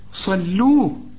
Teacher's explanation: الحرف المشدد بحققه لكن لا يغن